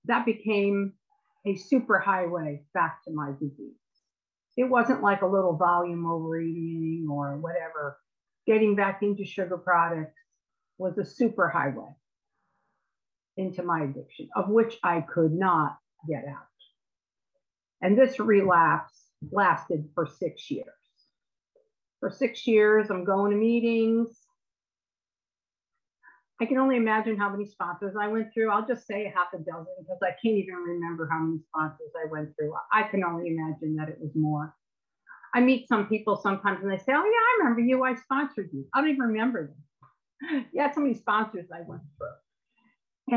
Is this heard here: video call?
yes